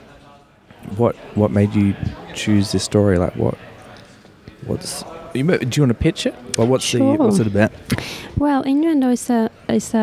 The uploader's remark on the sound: On a recent film adventure to Melbourne I managed to squeeze in a couple of podcasts. In the foyer of the Forum Theatre during the Melbourne International Film Festival.